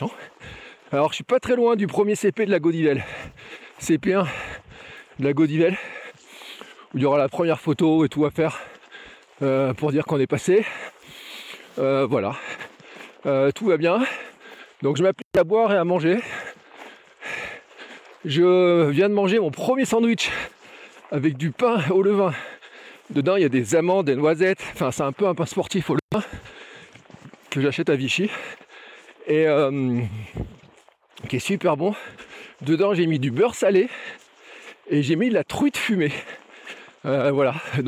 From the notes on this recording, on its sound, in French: mon tout premier Gravelman en live depuis le vélo